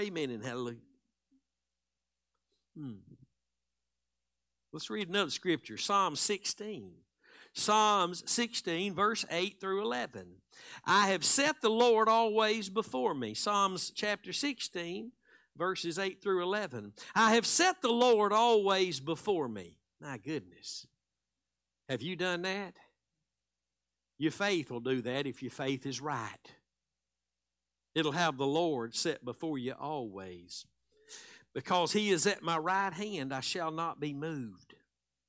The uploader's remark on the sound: Live Wednesday Evening Service